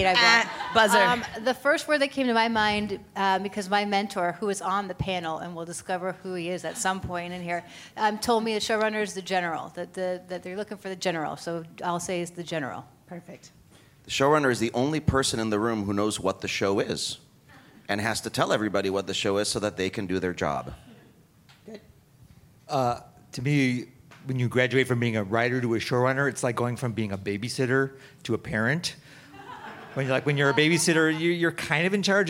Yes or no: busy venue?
yes